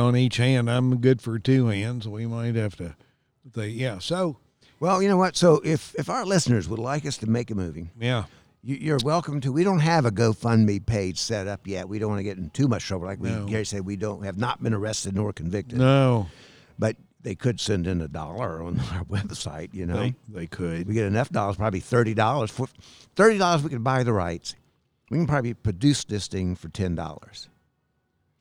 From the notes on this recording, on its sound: This episode recorded at Southern Appalachian Brewery in Hendersonville, NC. This episode recorded at Southern Appalachian Brewery in Hendersonville, NC.